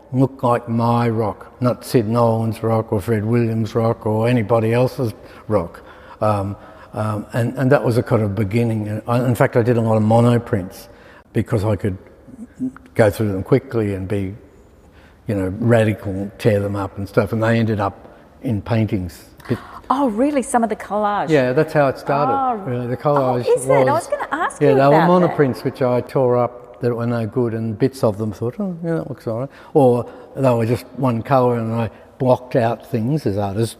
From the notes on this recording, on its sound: Live at the S.H.Ervin Gallery. In front of a live audience at the S.H.Ervin Gallery in Sydney.